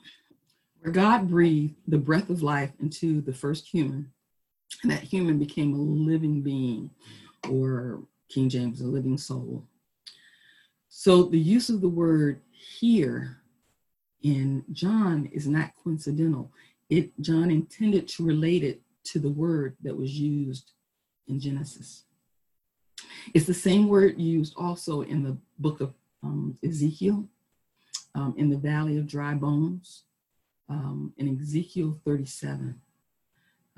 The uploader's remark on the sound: Our Zoom streamed service